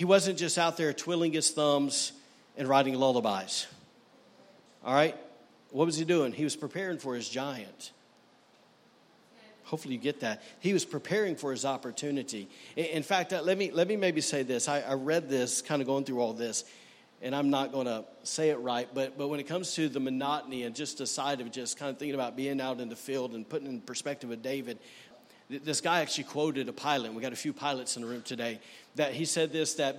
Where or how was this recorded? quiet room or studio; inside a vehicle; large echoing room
large echoing room